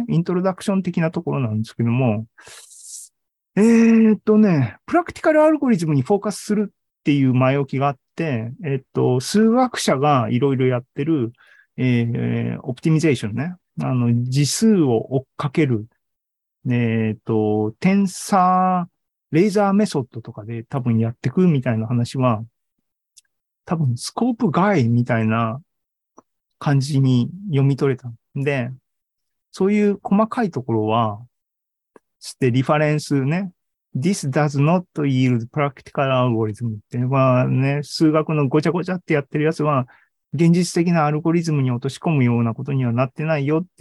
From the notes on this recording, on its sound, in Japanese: ２０２２年１０月２６日に開催した ZOOMライブの模様です